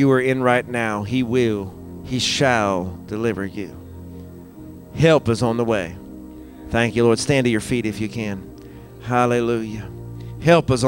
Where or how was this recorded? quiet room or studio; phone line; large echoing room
large echoing room